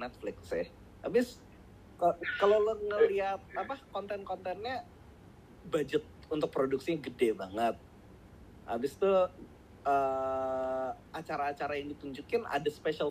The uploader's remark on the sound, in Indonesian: Episode ini direkam melalui koneksi internet yang tidak stabil, maka tolong dimaklumi kualitas suara yang berubah-ubah.